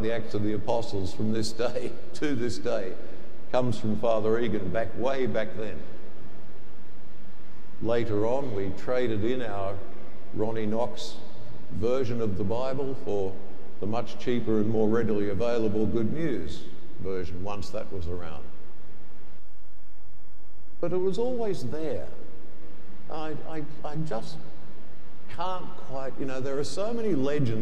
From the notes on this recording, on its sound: The homily from Sacred Heart Cathedral, Hamilton